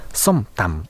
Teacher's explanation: ソンムタンムというつもりでむまでは言わずんで止めます